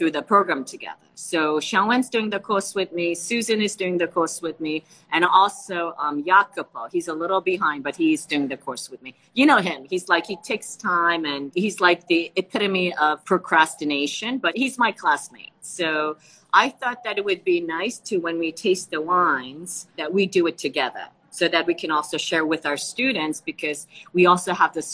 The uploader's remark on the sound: Recorded on instalive during the pandemic.